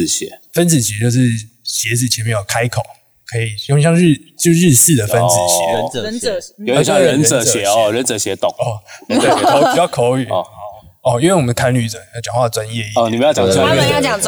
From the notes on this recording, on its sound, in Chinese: 露營Chill嗨嗨。錄音間首次移師戶外，就在極凍又濕度破表的天氣下錄音。